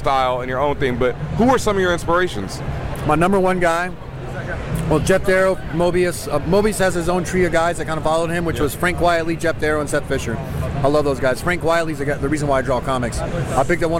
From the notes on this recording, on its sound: Live From NYCC. Apologies for the audio quality as we were live at NYCC and the chaos around us didn't help the sound.